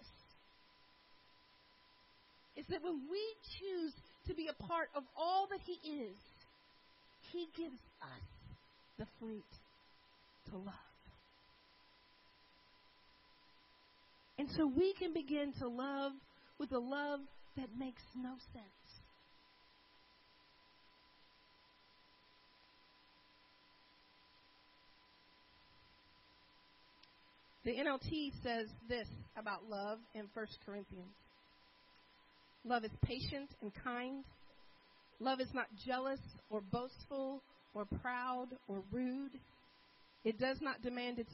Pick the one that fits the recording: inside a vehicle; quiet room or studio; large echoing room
large echoing room